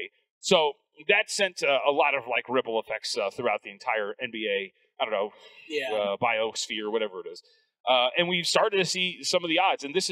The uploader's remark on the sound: live from Summer League in Vegas!